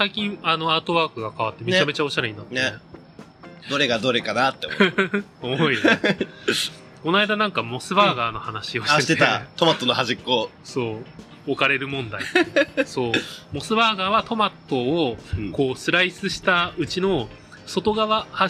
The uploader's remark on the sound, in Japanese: 今日は初の屋外収録でハッシュタグ回をお送りします。屋外なのにだいぶノイズを減らせたみたいです。